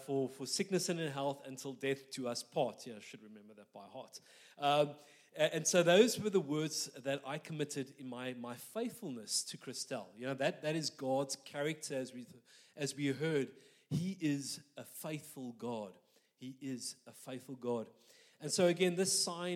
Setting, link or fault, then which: setting, live audience